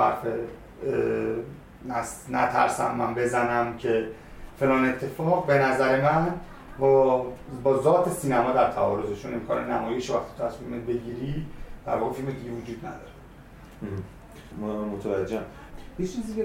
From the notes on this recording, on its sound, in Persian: عذر خواهی میکنم به خاطر مشکل فنی در ضبط صدا که باعث پایین اومدن کیفیت این اپیزود شد